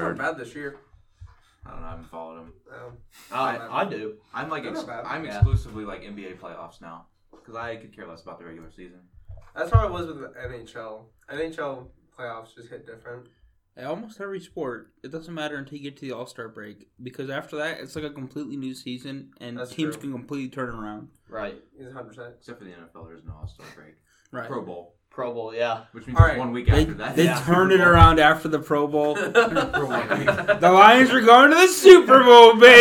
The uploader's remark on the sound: We are sorry for the poor audio quality in this episode. There seems to be a problem with the microphone that software was unable to fix completely.